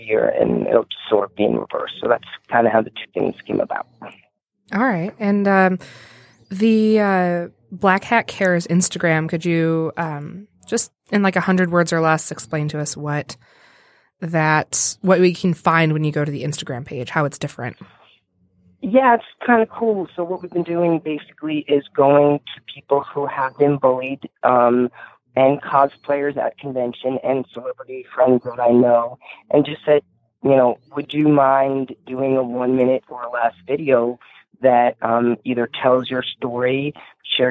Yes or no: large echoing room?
no